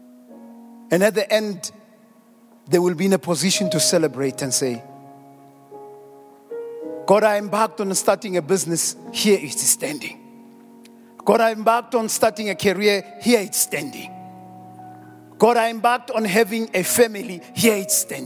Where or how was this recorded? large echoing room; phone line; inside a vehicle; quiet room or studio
large echoing room